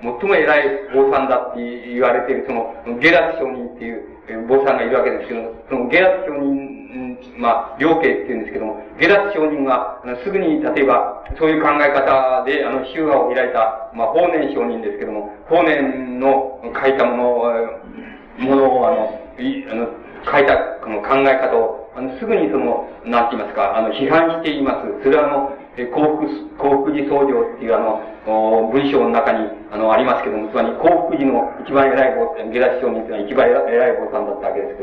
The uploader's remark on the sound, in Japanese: 主催：鹿児島県出水市泉城山・西照寺 場所：鹿児島県出水市泉城山・西照寺。第一回緑陰講座。音源は客席から録音されたもので 音質はあまりよくない。冒頭部分にはテープノイズあり。